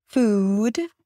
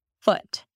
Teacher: one is definitely longer, double the length of a very neutral single vowel, food, and the other one is super short, super relaxed, foot